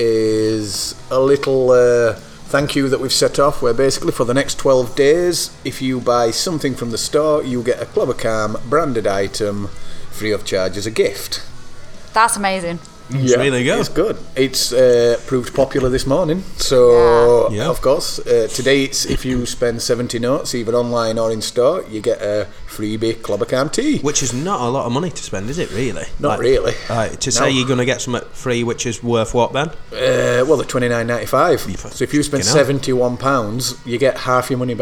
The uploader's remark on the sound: Live from store.